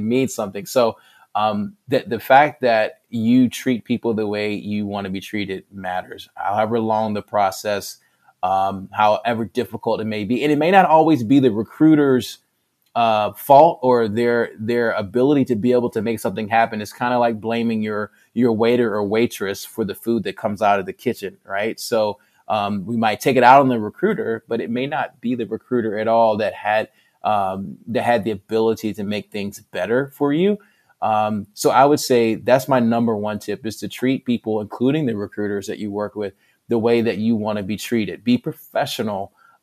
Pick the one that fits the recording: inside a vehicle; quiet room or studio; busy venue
quiet room or studio